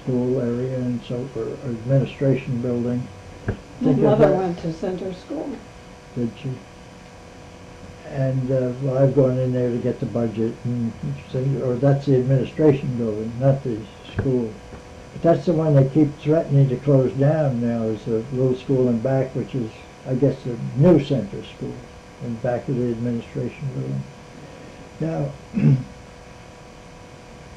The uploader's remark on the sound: The recording is hard to hear.